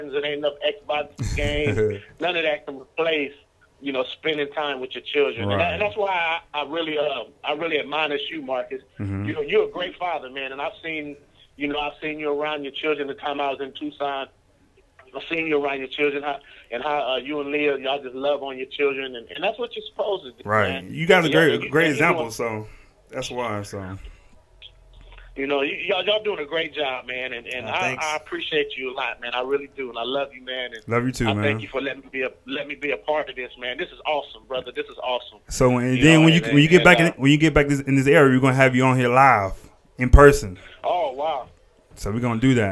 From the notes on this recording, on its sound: called into the show